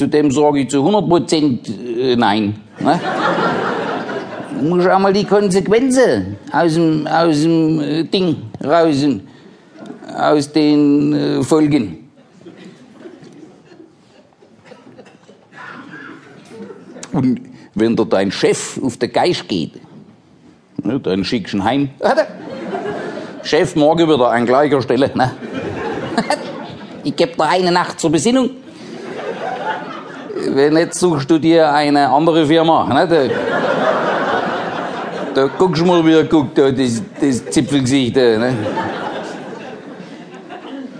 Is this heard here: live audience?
yes